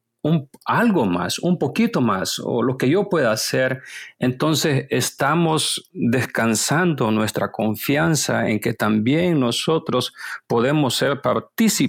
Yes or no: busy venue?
no